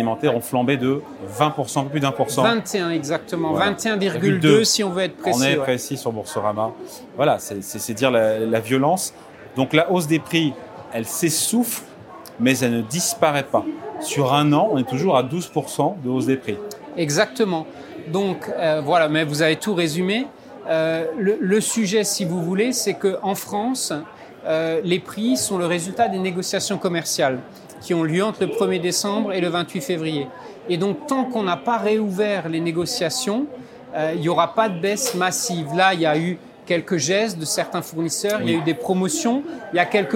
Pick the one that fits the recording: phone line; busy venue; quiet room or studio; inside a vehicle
busy venue